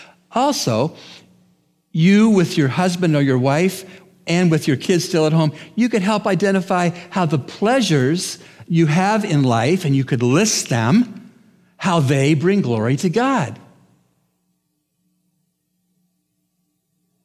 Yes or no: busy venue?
no